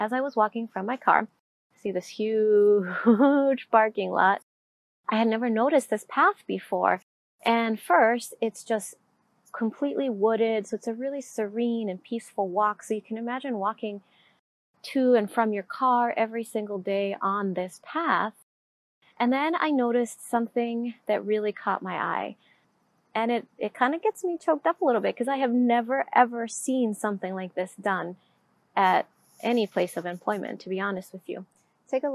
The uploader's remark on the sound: I have been doing a contract position at a place called Thompson Writers in Egan, Minnesota. As I was walking from my car, see this huge parking lot. Beautiful paths such as this one where you can walk just peacefully.